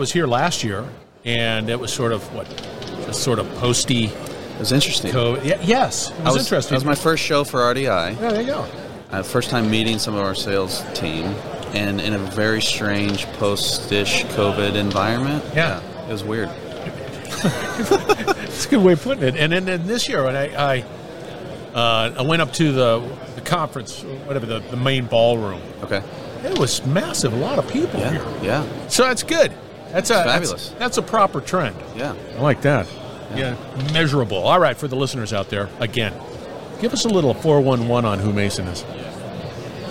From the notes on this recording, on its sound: We're onsite at the 30th Annual SMRP conference. We're onsite at the 30th Annual SMRP conference.